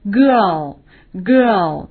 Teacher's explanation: IR 这个字母组合多数情况下都是发 long sound R,也就是说发的长音 R, girl,girl。但是好多同学啊都喜欢把它说 girl, girl,事实上不对，因为后面一个 L,啊这个辅音 L,在音标里面还发一个哦,girl,表示女孩。那么说那个女孩是我的女儿。怎么说呢 ?That girl is my